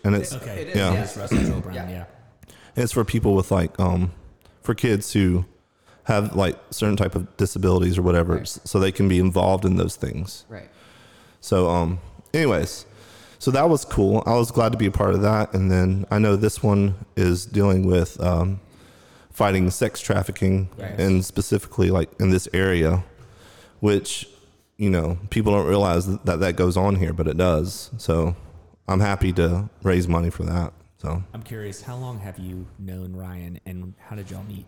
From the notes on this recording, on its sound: This episode was recorded "live" backstage